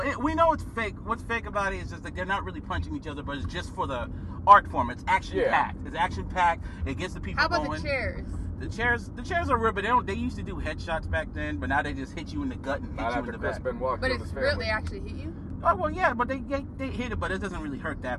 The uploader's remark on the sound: Wrestling 101 On The Road To Smackdown. The trio are on the road to WWE Smackdown Live ...literally.